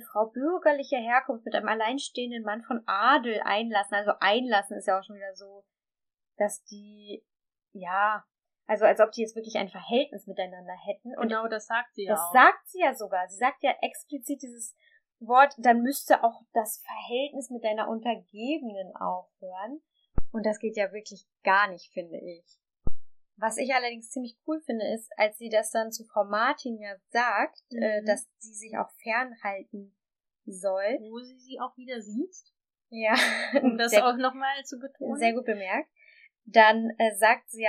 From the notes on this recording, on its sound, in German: Bessere Aufnahmequalität gibt es ab Folge #03.